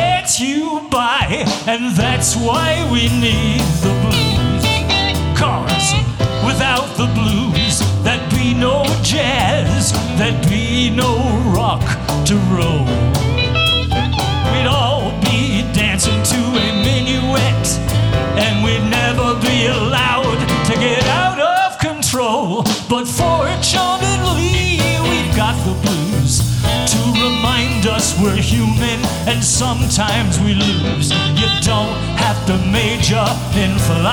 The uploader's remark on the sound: Live at the SouthPoint Casino